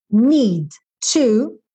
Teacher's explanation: D e T, sempre eu faço esse som uma vez só, porque D e T são muito próximos. Então, eu não vou fazer need to, need to, need to, tá?